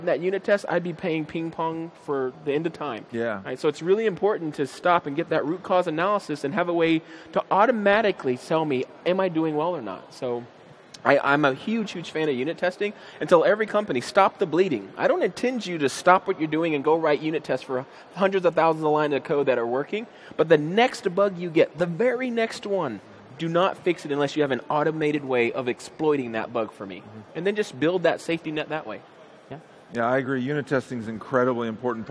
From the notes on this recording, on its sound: Live at Ignite 2015